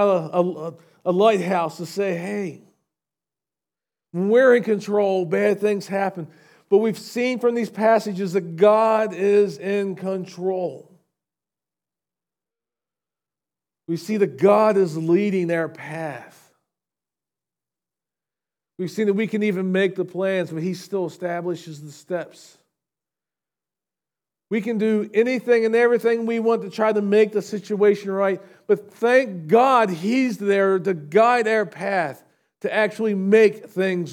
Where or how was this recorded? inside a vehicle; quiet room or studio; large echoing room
large echoing room